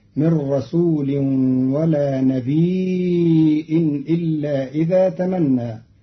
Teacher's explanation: بتخفيف الياء ساكنة مع همز بعدها فتصير مدا متصلا يمد قدر أربع حركات هكذا. من رسول ولا نبي إلا إذا تمنى.